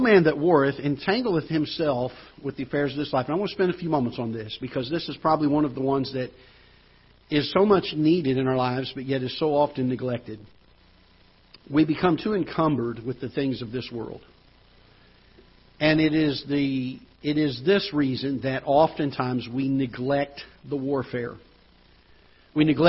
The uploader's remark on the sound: Ketha Heights Baptist Church ~ Live Broadcast